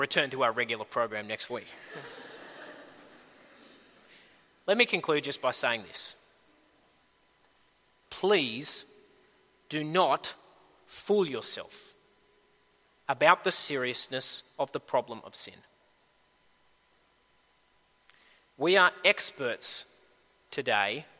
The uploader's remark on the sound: At a Church in the Graveyard service